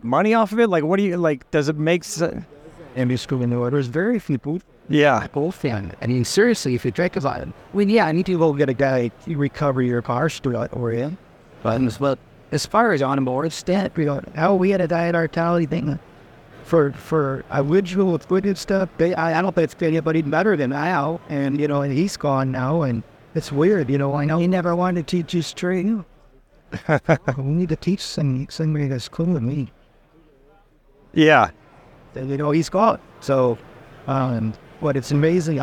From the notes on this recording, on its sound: Ringbrothers live from SEMA 2023.